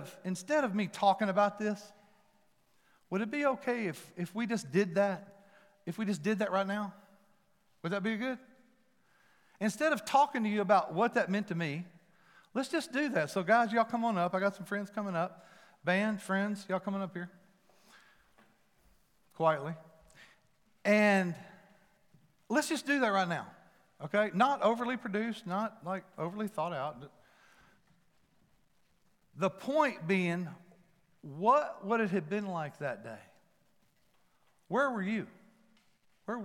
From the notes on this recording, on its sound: Palm Sunday at FMJ. Recorded live at The Fellowship at Mt Juliet.